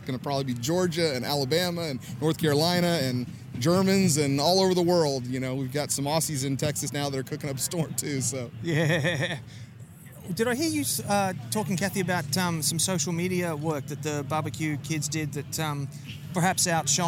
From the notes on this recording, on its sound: This is the third and final episode recorded live that the NBBQA’s annual conference in Kansas City. The last day of the event was a double-headed Steak Cookoff Association competition. Barney Allis Plaza in the middle of down town Kansas City for the NBBQA BBQ Classic!